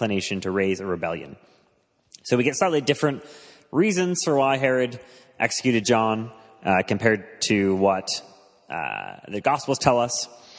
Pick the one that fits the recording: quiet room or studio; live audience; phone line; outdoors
live audience